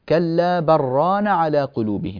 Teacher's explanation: ننبه أيضا إلى كلمة كلا بران على قلوبهم، الآية 14 من المطففين، فكلمة بران اللام تدغم في الراء، كلا بران على قلوبهم بهذه الطريقة.